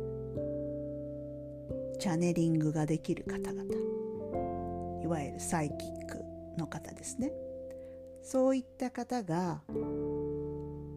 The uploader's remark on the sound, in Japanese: 声の調子があまり良くないので、声が小さいので、聞き苦しいかも知れませんが